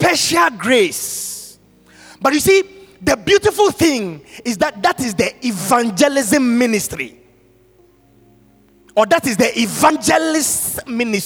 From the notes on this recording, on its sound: Sermon preached at CBC Shiashie Campus on November 14, 2021